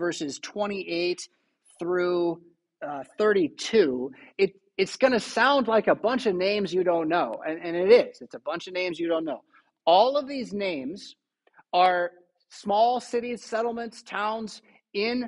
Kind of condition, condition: setting, large echoing room